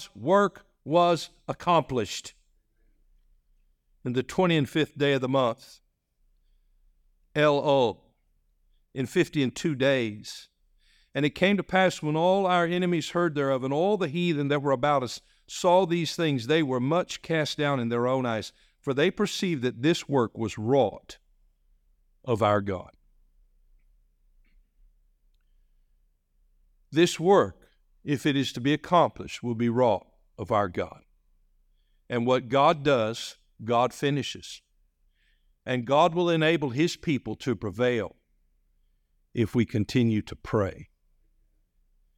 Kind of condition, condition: setting, large echoing room